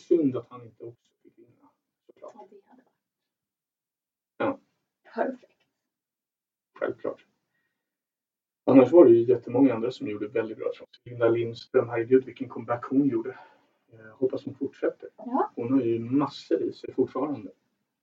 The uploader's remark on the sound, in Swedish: Vi beklagar ljudkvalitén i veckans avsnitt.